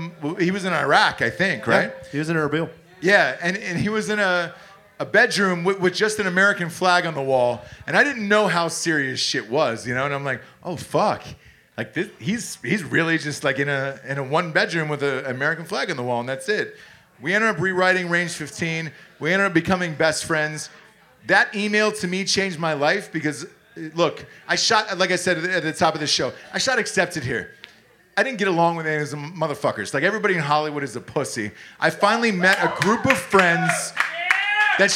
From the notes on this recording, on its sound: We are live in Hollywood at the American Legion Post 43! A couple hundred Southern California Drinkin’ Bros.